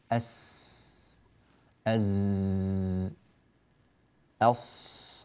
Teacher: وجدوا أن لها صوتا هكذا يصفر معها، فقالوا تتصف بالصفير